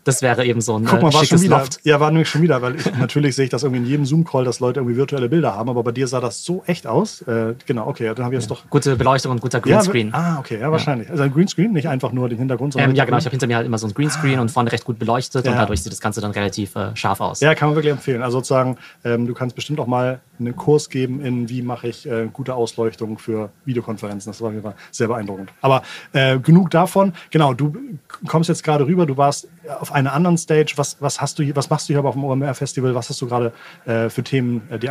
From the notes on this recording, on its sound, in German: OMR-Festival-Special. Live beim OMR-Festival 2022.